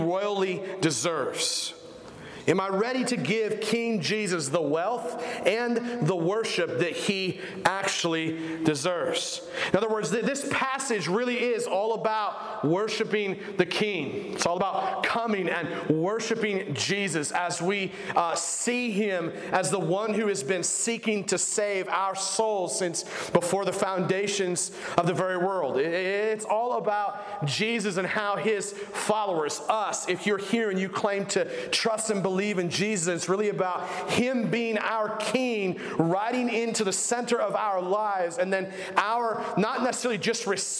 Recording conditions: large echoing room